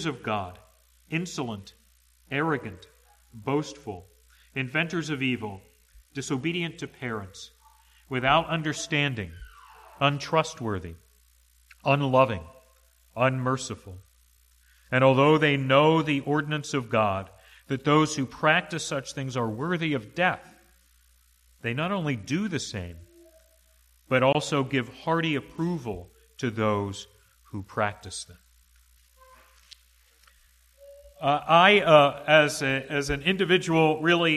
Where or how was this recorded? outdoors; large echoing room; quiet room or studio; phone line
large echoing room